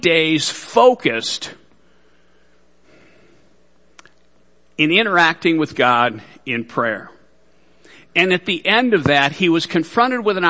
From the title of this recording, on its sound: Worship Service